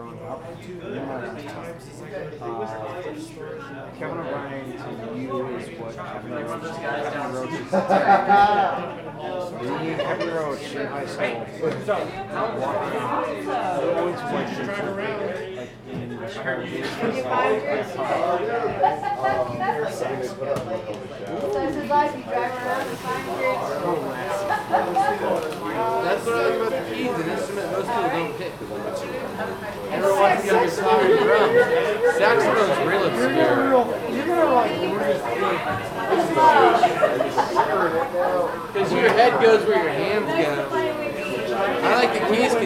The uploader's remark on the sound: Recorded in front of a "studio" audience at Mutiny Information Cafe in Denver! Recorded in front of a "studio" audience at Mutiny Information Cafe in Denver! This live event features a solo set.